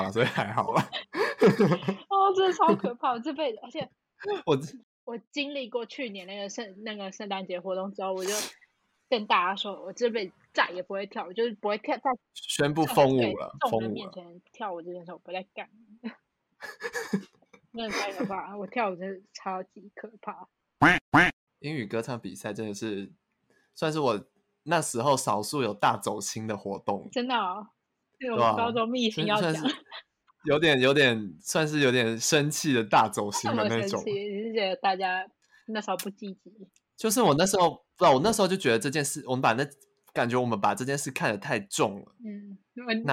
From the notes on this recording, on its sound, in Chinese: 此篇因為太久沒錄音所以有點激動導致音有點爆